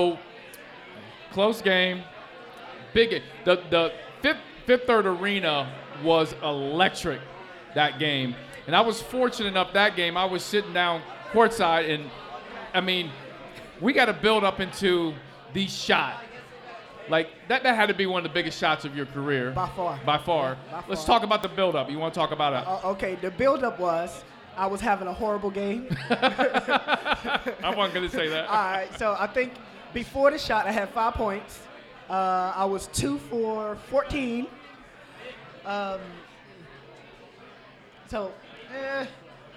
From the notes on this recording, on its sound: live at Mio's